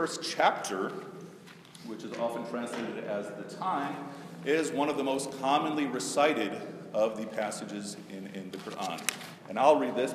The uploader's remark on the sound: A brief talk at Oak Park Temple to an audience of Muslims and Jews.